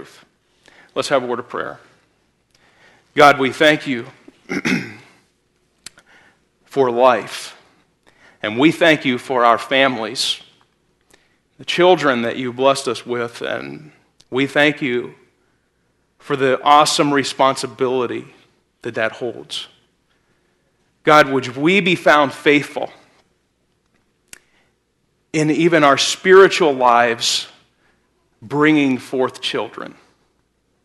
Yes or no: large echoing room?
yes